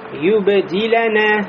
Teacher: Вот здесь ба у нас мухалькаля. Ну, в середине слова это называется аль-калькаля ас-сугра, то есть меньшая отдача звука